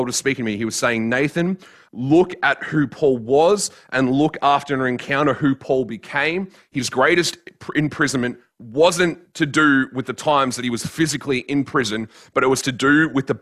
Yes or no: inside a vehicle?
no